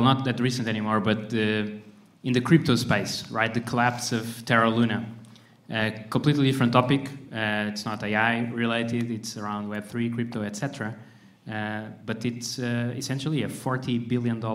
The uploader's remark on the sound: Recorded at Productized Conference 2023. Roundtable discussion.